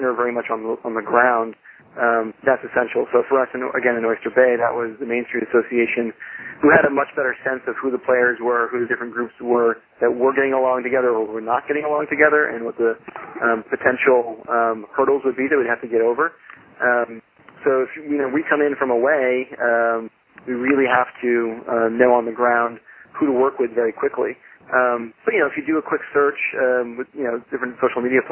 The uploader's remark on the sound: Call recorded on February 9, 2012.